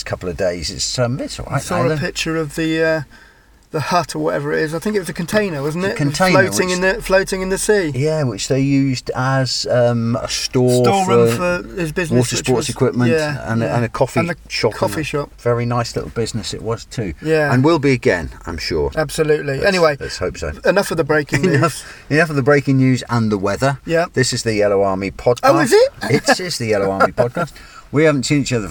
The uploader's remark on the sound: Car outside Plainmoor.